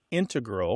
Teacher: you mainly hear integral with the stress on the first syllable among mathematicians and specialists in scientific fields